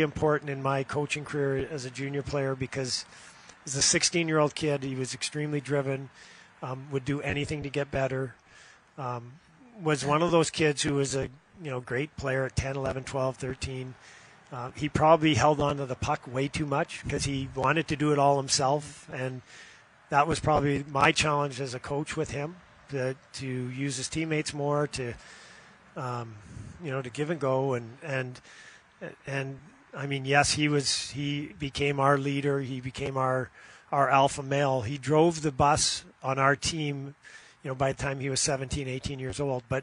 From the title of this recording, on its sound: live at Sabres Alumni golf tournament